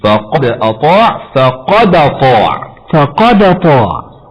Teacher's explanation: فإن ورش ينقل حركة الهمز إلى الساكن قبله ويحذف الهمز، فيصير الحرف الساكن مضموم إن كانت حركة الهمزة ضمة، ويصير مفتوحا إن كان حركة الهمز فتح كما معنا.